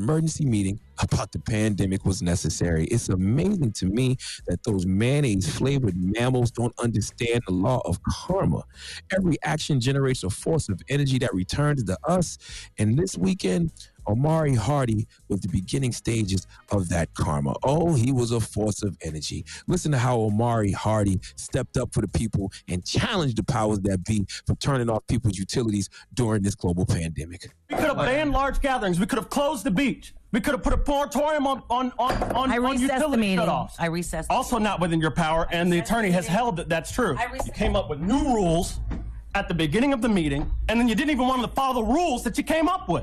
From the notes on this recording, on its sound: the talent broadcasted from home where they opened up the phone lines